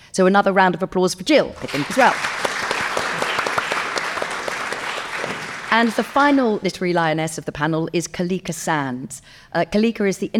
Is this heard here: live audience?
yes